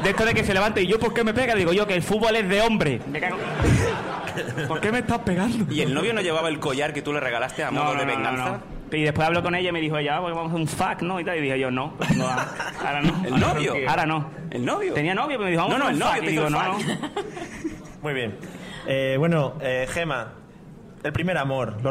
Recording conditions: live audience